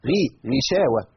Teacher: الغين مكسورة تبقى في أدنى مراتب التضخيم